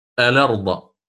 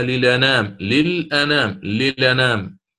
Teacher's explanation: نفس الكلام هنا، أن أصل الكلمة هي أرض، فدخلت عليها الألف واللام التعريفية فصارت الأرض، تمام؟ اللام ساكنة وبعدها همزة قطع مفتوحة، فنقل هذه الحركة إلى الساكن قبلها · Term: النقل